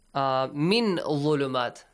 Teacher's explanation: apply the rule ikhfa, which you hide the sound of noon.